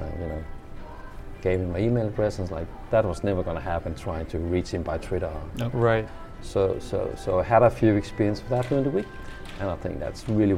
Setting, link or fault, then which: setting, busy venue